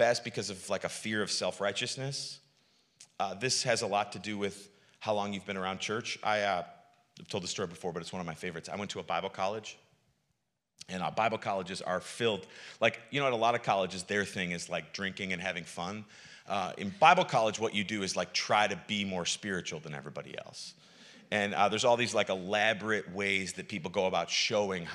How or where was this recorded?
large echoing room